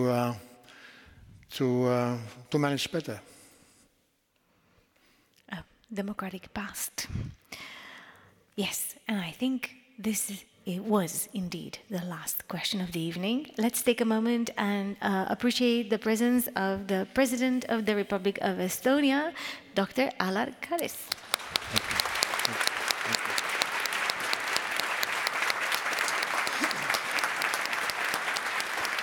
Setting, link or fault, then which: setting, live audience